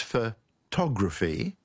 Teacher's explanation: But then there's photography, with the stress on the second syllable